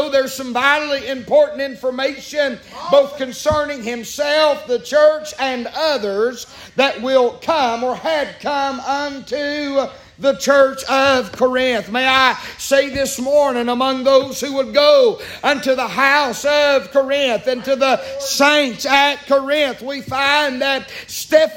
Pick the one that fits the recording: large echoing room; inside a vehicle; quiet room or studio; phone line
large echoing room